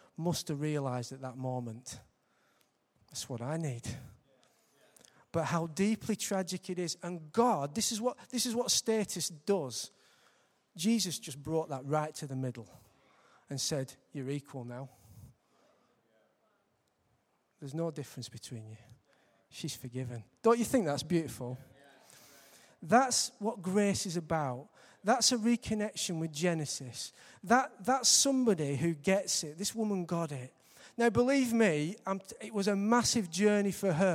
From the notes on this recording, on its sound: Recorded live at Life Church on Sunday 22nd March 2015.